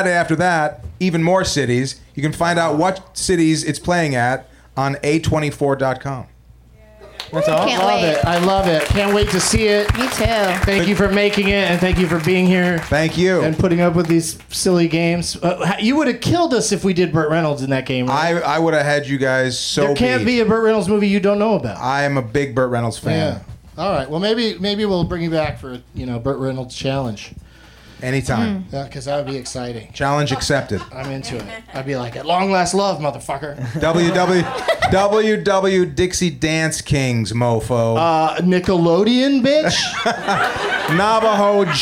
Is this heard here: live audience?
yes